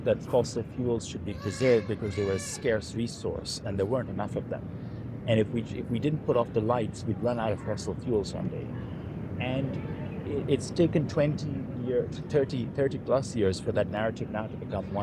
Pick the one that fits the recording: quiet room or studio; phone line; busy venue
busy venue